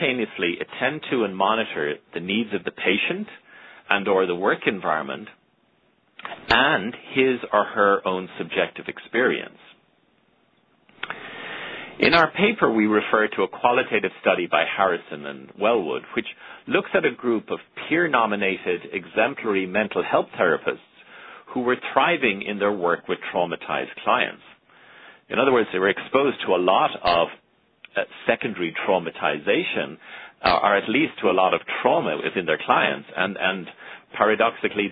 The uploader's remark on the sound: April 2009 Author in the Room® Teleconference